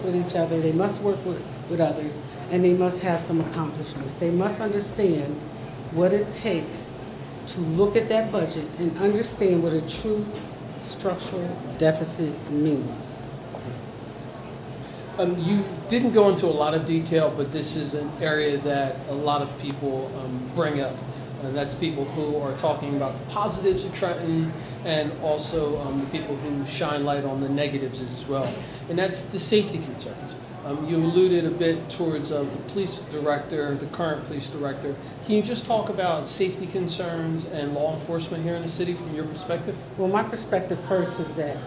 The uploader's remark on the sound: Recorded at Starbucks in Trenton NJ.